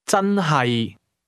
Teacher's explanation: Really starts with a high-level tone, then drops to the low level.